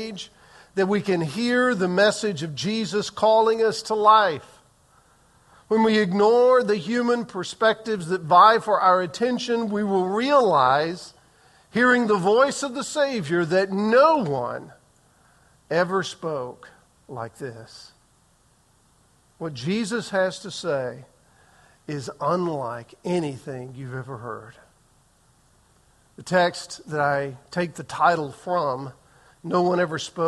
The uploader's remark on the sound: Recorded on June 11, 2023 in the 8:15 am Worship Service